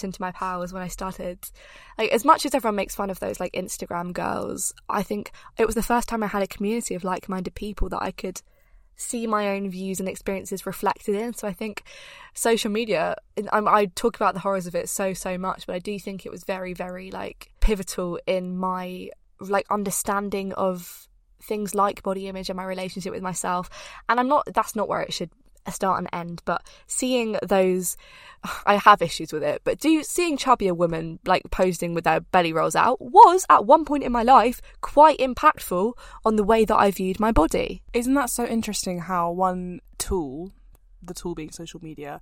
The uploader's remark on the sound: we are broadcasting straight from the car